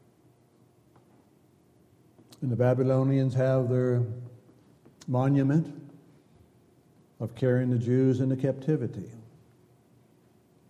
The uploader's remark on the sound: Downtown Church Of Christ Audio Sermon